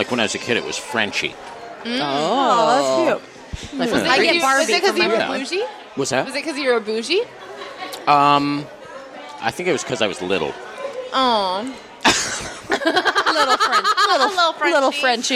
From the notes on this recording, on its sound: Live from Sizzler! LIVE from The Sizzler in Eagle Rock, CA.